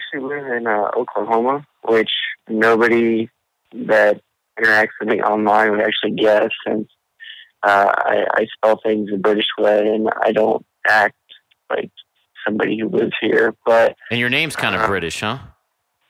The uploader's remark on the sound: Listeners' Calls